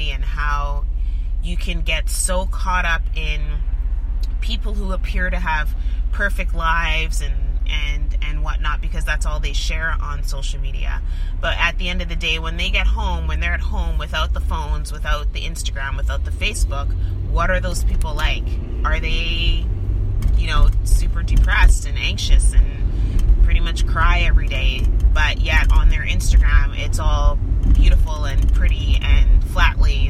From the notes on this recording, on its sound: Just me chattin about relationships from my car!